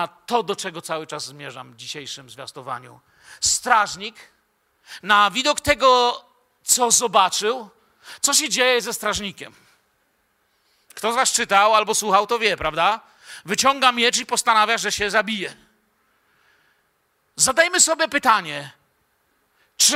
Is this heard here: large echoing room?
yes